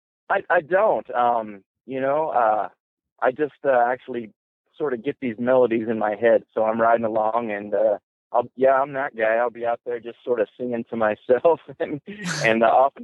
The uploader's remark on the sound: Plus, loads of holiday voicemails and live calls from listeners and we give away some amazing prizes.